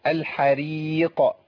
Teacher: الراء هنا مرققة لأنها مكسورة